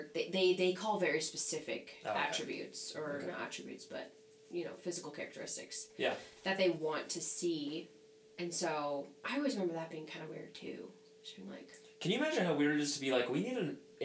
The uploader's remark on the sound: Please pardon my audio mistake...I think you can still hear well enough.